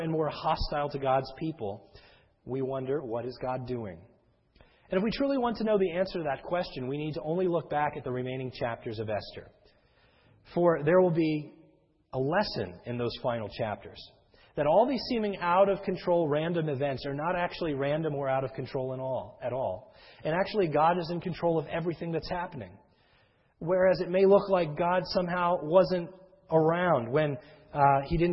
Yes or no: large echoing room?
yes